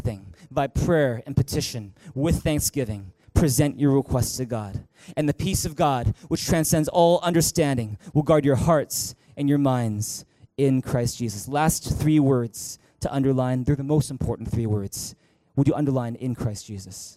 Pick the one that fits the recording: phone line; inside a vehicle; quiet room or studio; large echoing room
large echoing room